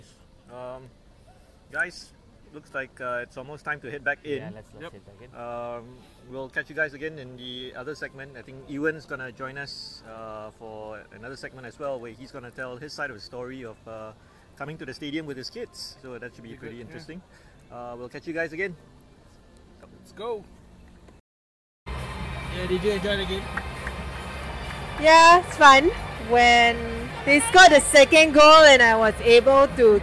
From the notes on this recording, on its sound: We left our studio and recorded LIVE from the National Stadium. We come to you live from the National Stadium this week, as we soak in the atmosphere at the AFF Suzuki Cup and bring you some short segments in between the crucial matches.